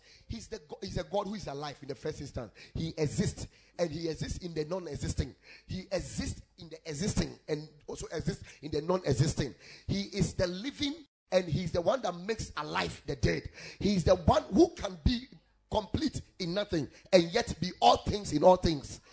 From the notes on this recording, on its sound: Preached at the Ekklesia Chapel